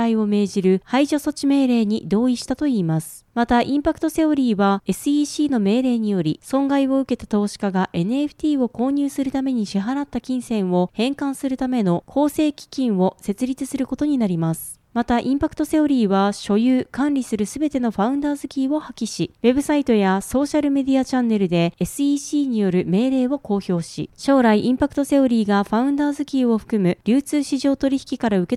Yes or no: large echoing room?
no